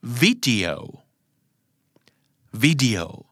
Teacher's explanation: คือวิเสียงสั้นดีเสียงยาวแล้วก็โอ